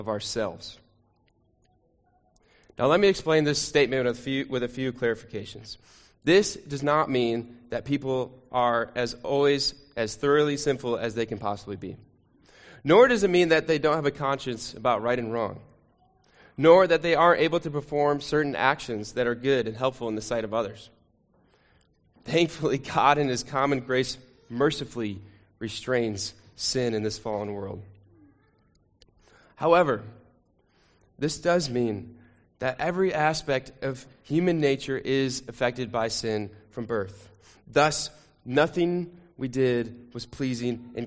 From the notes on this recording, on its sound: Sermon recording from Sunday 2 Jul 2023